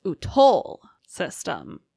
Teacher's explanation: put the emphasis on the second syllable